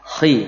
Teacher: Khi, makanya hanya di awal saja tebalnya huruf kha. Khi, ketika sudah betul-betul kasrah maka tidak lagi menebal